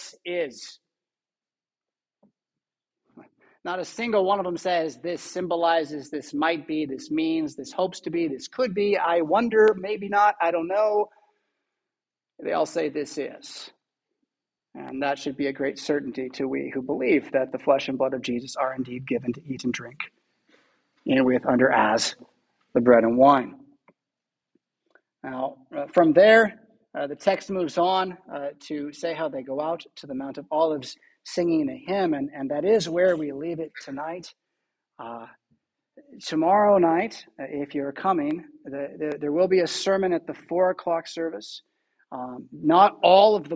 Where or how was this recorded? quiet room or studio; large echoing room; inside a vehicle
large echoing room